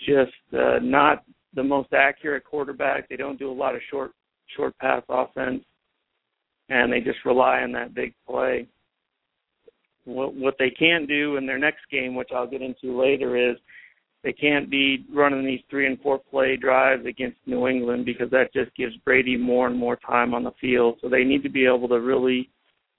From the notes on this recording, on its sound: your calls and comments